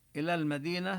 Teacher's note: ونظهر اللام في المدينة لأن الميم كما بينا من الحروف القمرية